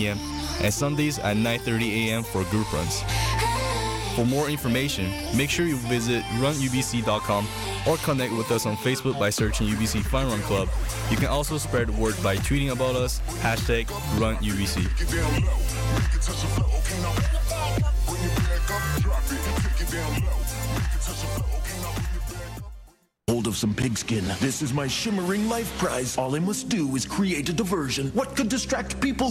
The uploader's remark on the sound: It's also the first time we have a phone interview with a director.